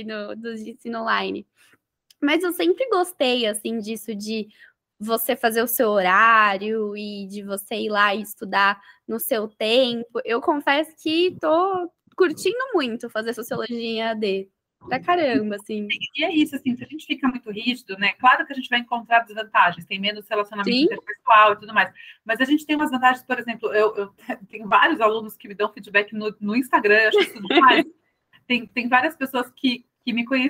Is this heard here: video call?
yes